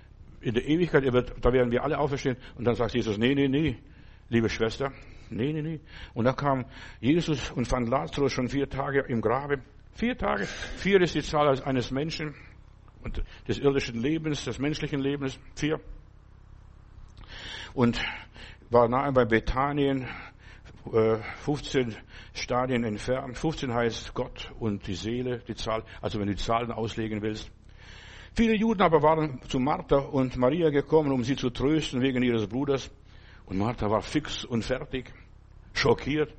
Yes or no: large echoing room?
yes